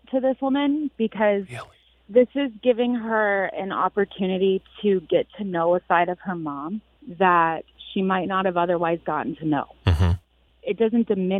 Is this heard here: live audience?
no